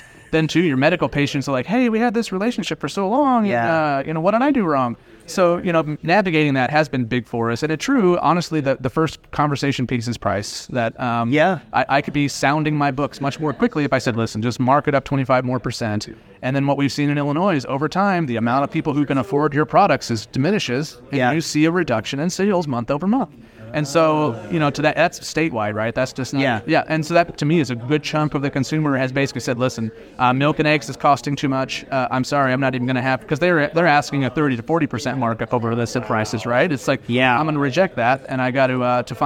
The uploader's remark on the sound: interview recorded on-site at the Benzinga Cannabis Capital Conference in Miami